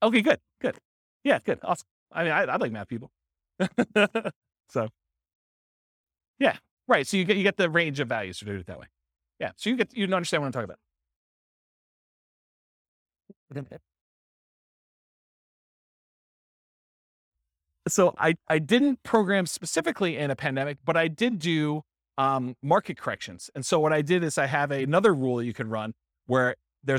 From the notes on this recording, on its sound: This was a live class recorded